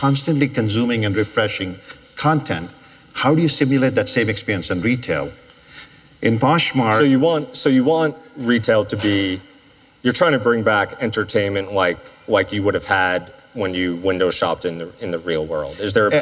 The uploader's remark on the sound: Live at An Evening With Code Commerce. In this episode, you'll hear two interviews from the latest edition of An Evening With Code Commerce in Las Vegas.